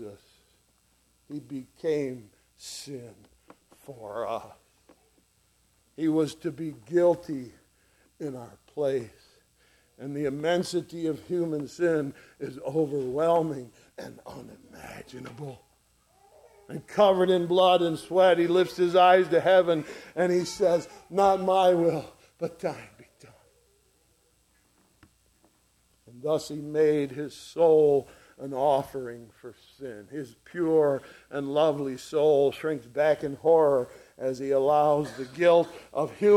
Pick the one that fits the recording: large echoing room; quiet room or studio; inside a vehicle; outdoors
large echoing room